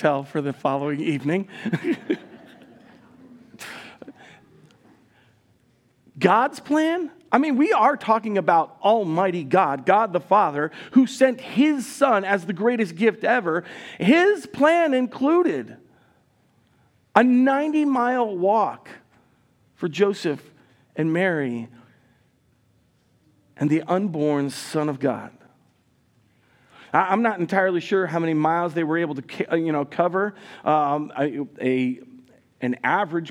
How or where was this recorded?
large echoing room